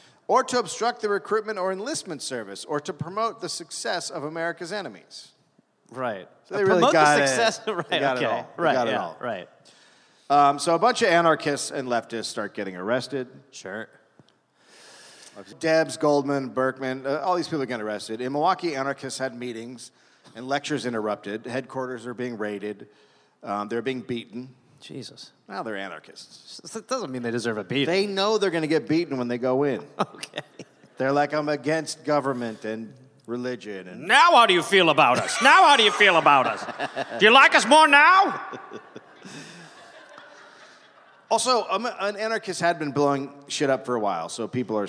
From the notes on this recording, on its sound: Recorded live in Milwaukee.